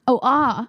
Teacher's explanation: No, because like that rhotic R, like that R sound, that doesn't happen at the end of words in an Australian accent ever. It like just trails off.